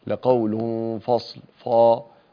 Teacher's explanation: فلا تجعل الفاء مفخمة بسبب الصاد · Term: ترقيق المرقق